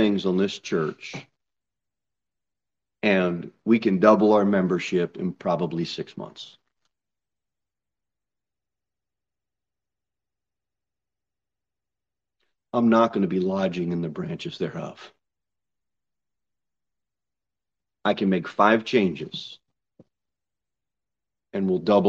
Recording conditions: large echoing room